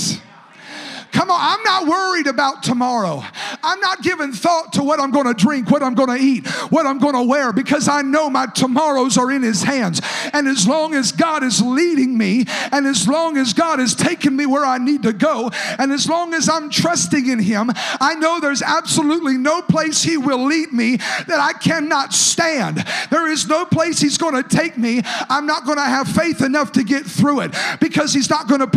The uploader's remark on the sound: a service recording from Connect Point UPC